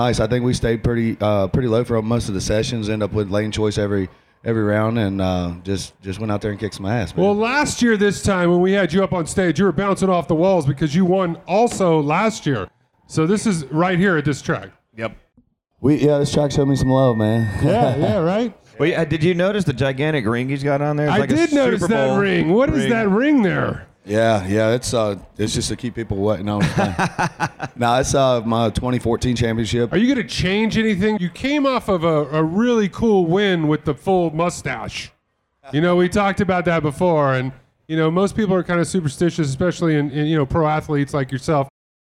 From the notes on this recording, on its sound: SEMA SHOW 2019 An Automotive Celebrity Mash-Up from the Shell Pioneering Performance Stage. On the Shell Pioneering Performance LIVE Stage.